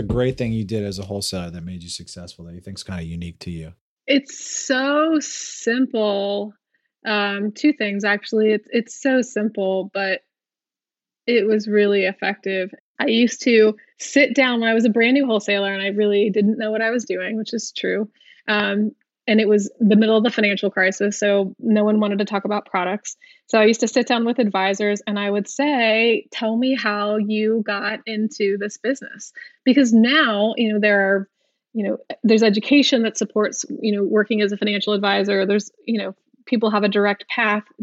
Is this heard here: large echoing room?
no